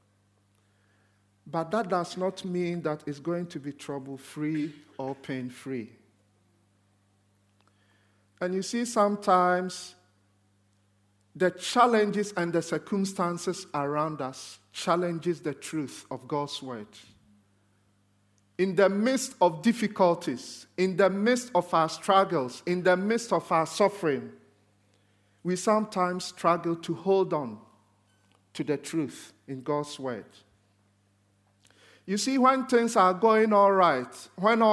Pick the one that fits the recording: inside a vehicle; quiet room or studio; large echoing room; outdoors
large echoing room